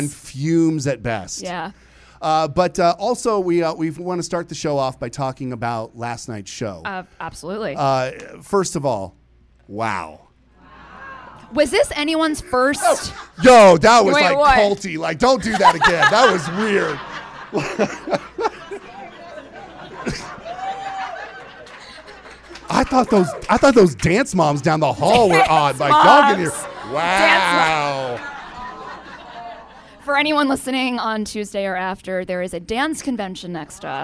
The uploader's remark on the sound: Recorded in front of a live audience. Live from Las Vegas!